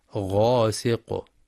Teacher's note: ويراعى في قوله تعالى ومن شر غاسق إذا وقب بيان الإظهار الحلقي للتنوين لوقوع الهمزة بعده غاسق إذا، مع الحذر من ترقيق الغين في غاسق لأنها من حروف الاستعلاء. ومن شر غاسق إذا وقب، فلا يقرأ غاسق بالترقيق وإنما غاسق.